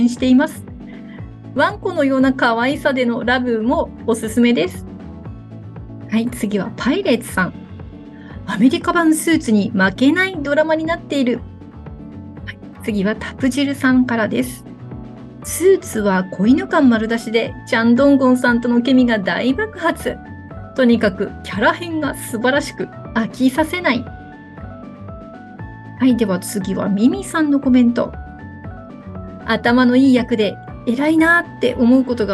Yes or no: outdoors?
no